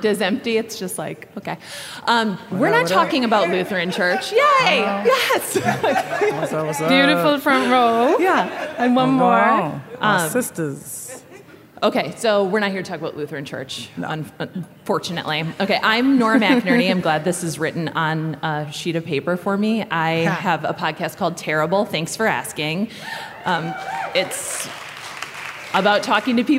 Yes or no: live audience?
yes